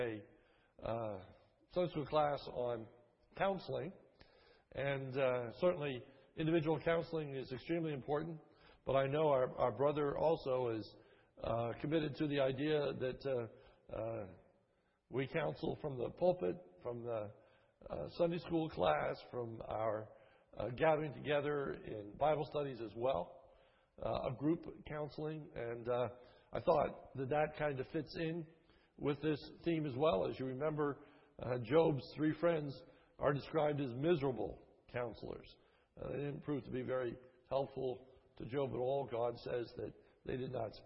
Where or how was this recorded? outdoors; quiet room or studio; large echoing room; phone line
large echoing room